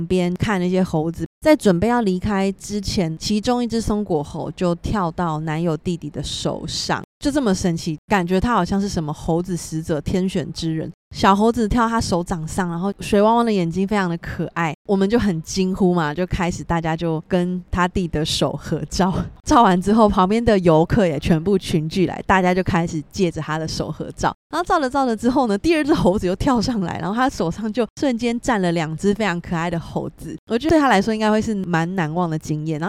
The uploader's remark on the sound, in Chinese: 這集內容都是我在旅途中錄的，。也是我第一次嘗試在郵輪上錄音！